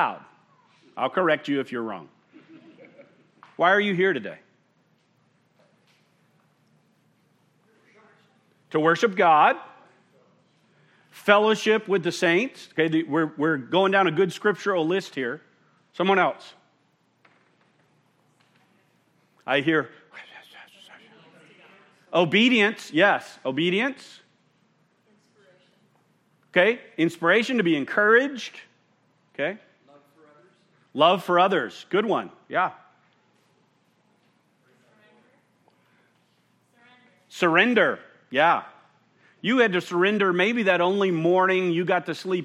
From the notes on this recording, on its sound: at Murrieta Valley Church in Murrieta, California